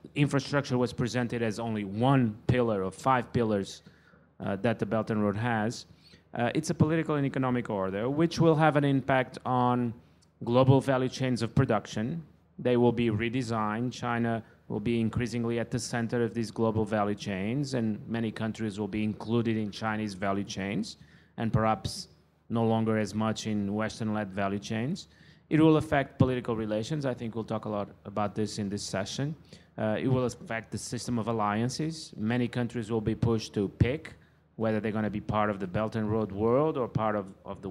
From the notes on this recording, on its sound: A live session from #JaipurLitFest2020.